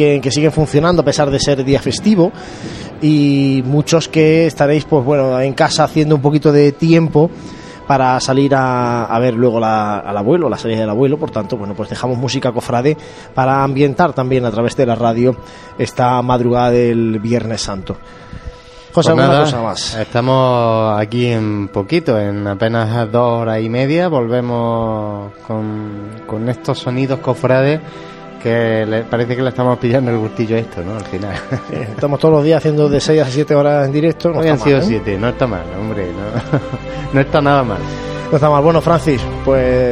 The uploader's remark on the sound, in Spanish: Abrimos conexión en directo con la calle Maestra, donde se encuentra ya Jesús Preso. La Cruz de Guía de la Expiración llegando a la zona de tribuna.